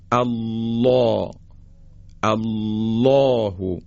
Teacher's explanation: در کلمه الله قبل از الله فتحه ما داریم، چون فتحه هست لام رو یعنی الله رو بایستی درشت و با غلظت ادا کنیم · Term: تقلیز